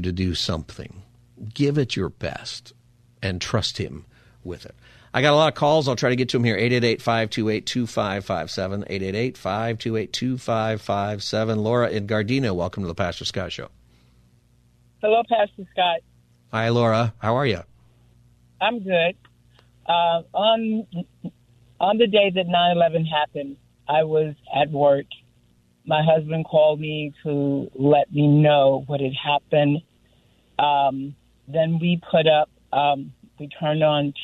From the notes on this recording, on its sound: Listeners call in and share their thoughts.